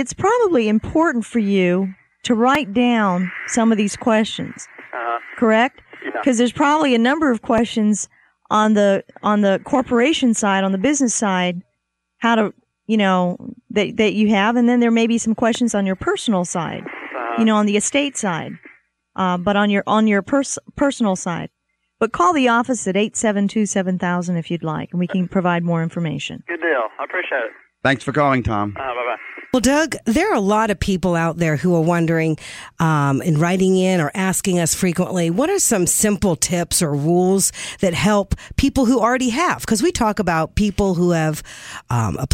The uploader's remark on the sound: call-in show